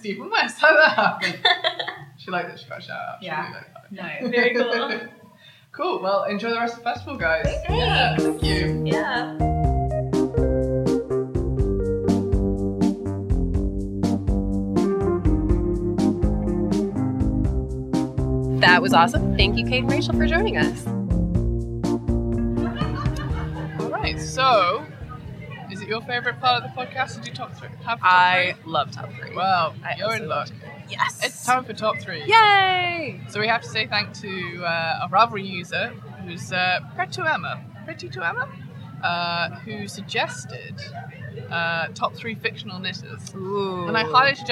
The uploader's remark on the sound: Live from Edinburgh Yarn Festival